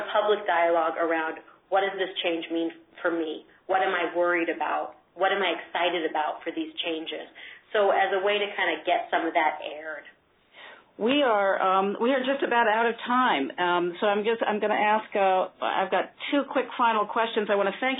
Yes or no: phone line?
yes